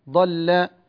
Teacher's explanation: اللام لا تغلظ مع الضاد